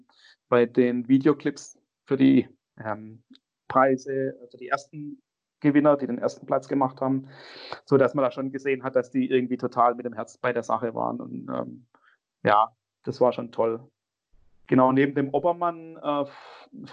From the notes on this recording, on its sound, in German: Aufgrund der Corona-Verordnung diesmal über Skype